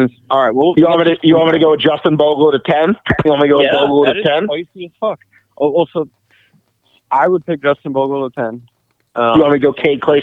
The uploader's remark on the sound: jump on the phone